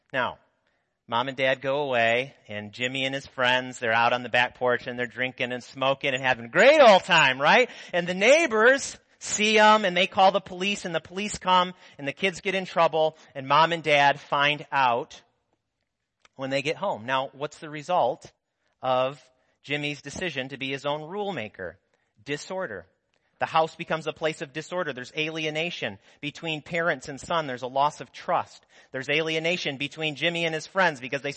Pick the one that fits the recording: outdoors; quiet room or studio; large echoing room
large echoing room